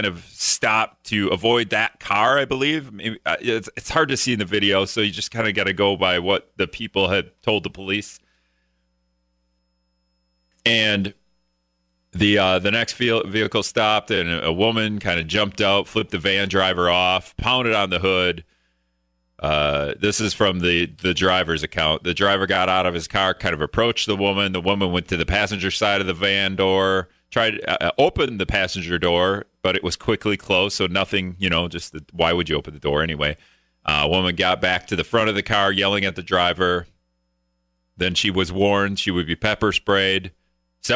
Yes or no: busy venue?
no